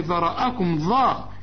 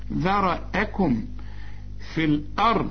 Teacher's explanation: هنقول ذا را آ، هنرقق الذال، هفخم الراء · Shown in: second take